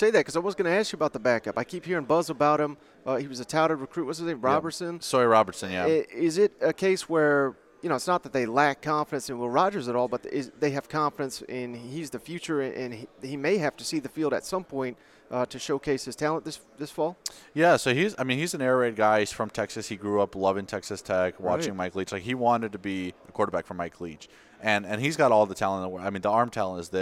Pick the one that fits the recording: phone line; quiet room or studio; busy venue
busy venue